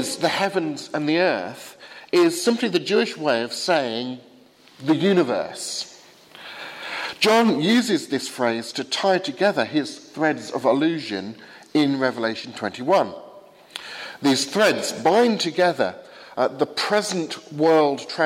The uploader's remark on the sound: Sermon from the 8 am service at Highfield Church, Southampton, April 24th, 2016.